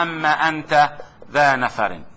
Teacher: ثم كما ترون في عندي نون وعندي ميم، ندغمهما يعني نقلب النون إلى ميم ثم يدغمان لتقاربهما في المخرج، فتصبح العبارة أما أنت ذا نفر.